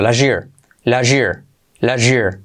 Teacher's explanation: fijaos cómo suena al unir la T con la Y, se convierte en un J